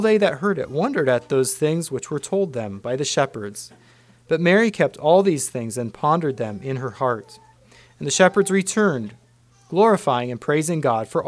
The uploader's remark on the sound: Christmas message preached at Word of Hope